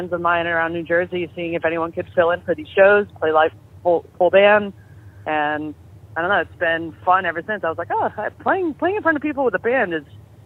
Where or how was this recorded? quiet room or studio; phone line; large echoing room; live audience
phone line